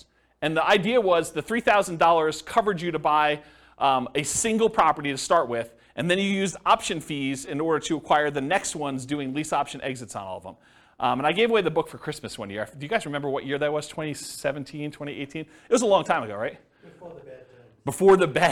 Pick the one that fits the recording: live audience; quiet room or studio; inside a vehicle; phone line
live audience